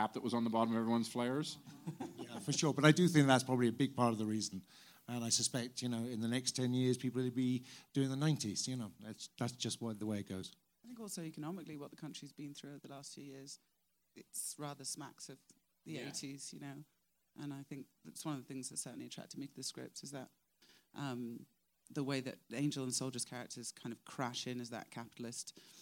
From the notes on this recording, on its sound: Talk shop following a screening of the series premiere at the Sundance Film Festival.